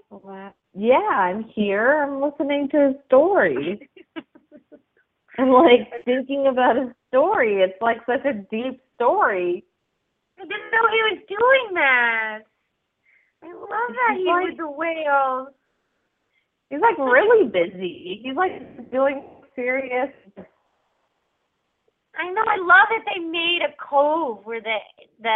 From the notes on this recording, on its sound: Open up the lines for listeners to call in to ask questions to their animals.